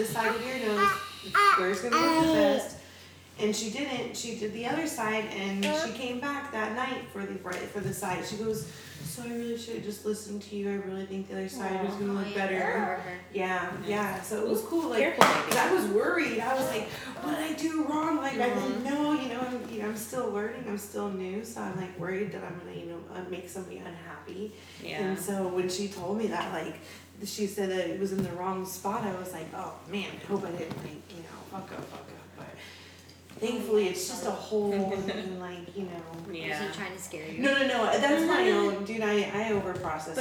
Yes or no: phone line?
no